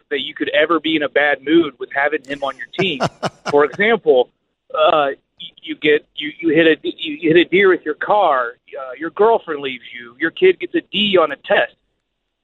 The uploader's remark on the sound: we open the phones